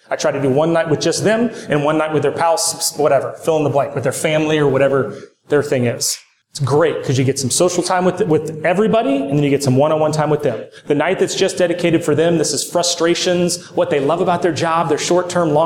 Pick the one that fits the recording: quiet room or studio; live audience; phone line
live audience